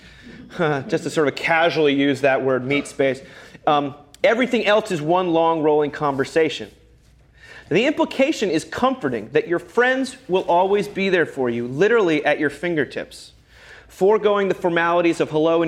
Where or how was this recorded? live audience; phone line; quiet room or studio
live audience